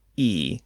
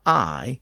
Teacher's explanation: In much of England, that ch sound was lost at the end in Middle English, so the word evolved from each to e. And then, thanks to the great vowel shift, the pronunciation shifted again from e to I in early modern English. So again, Old English each, Middle English e, and Modern English I.